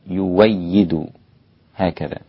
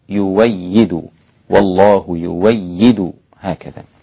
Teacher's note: يؤيد أبدلها، أبدل هذه الهمزة واوا يويد هكذا · Term: بالإبدال